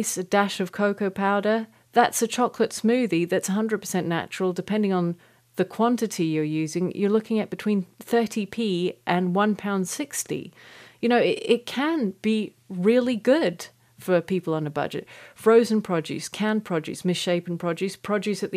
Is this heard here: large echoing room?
no